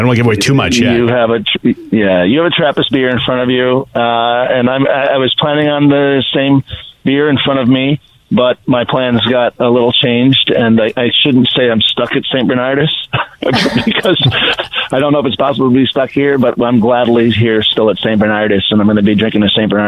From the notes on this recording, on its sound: phones in from Belgium